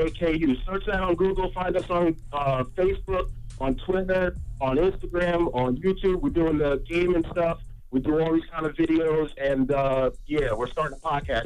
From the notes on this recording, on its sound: we also opened up the phone lines